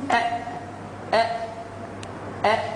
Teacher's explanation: الهمزة حرف شديد مجهول مع أنه فيه صفتين ولكن لم يقلقل